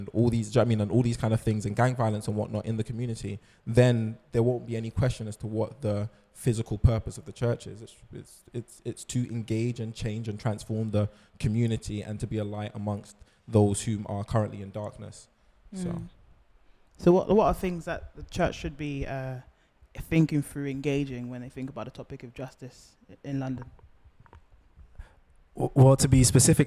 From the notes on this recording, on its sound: Where Do We Go From Here? (Live Podcast). For a live recording.